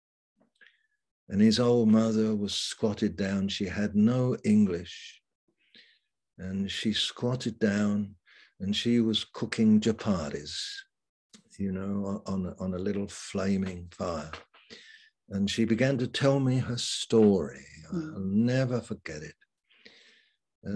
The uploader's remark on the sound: Malaysia Meets (Zoom)